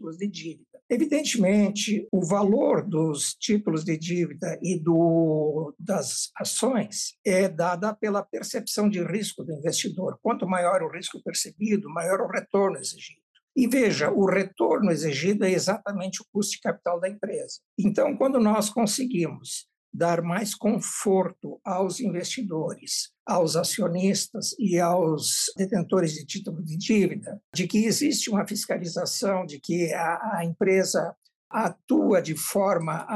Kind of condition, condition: link, video call